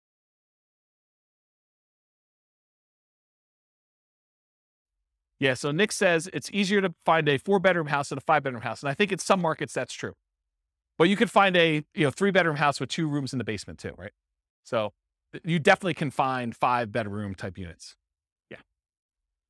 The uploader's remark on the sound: This was a live class recorded.